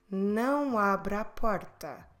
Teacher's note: Instead of splitting abra a, we put them together and it sounded like não abra porta.